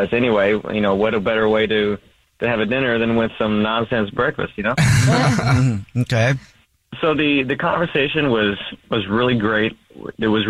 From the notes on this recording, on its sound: We get that other person on the phone